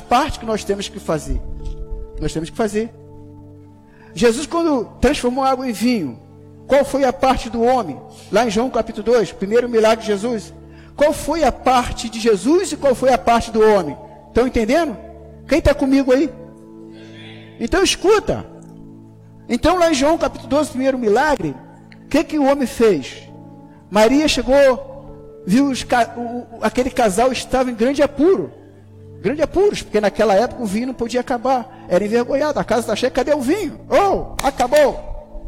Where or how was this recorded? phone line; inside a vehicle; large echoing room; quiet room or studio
large echoing room